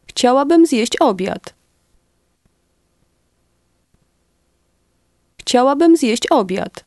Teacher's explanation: In Polish, to eat lunch runs together, almost sounding like one word.